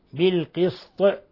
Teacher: ترقيق السين، كسر القاف، إخلاص كسرة القاف، قلقلة الطاء